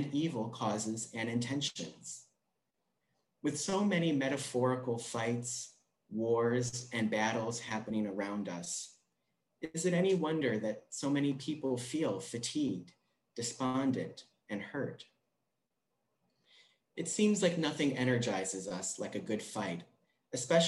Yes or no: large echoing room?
yes